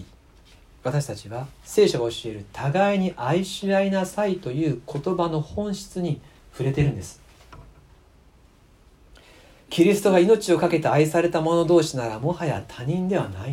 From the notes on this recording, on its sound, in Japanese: 2019年12月24日キャンドルサービス礼拝メッセージ録音です。